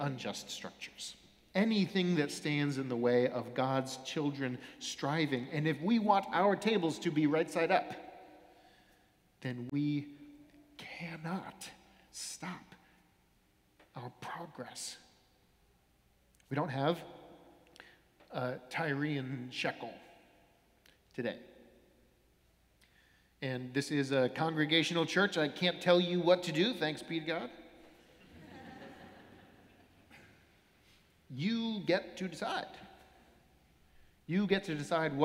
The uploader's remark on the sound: Sermons from Old South Church in Boston